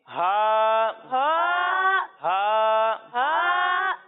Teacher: جب ہم ہا کی ادائیگی کریں گے تو اسے حلق کے نچلے حصے سے پڑھیں گے